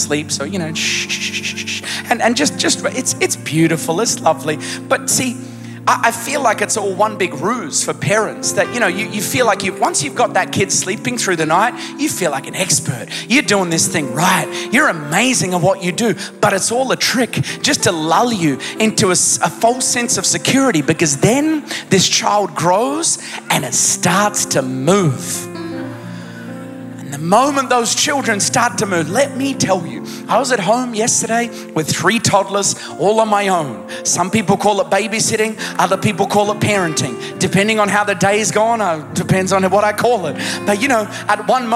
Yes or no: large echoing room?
yes